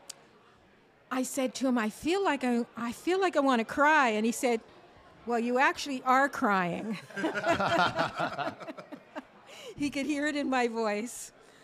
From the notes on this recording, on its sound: Live taping at The Locker Room Studio in Bottomline Sports Bar.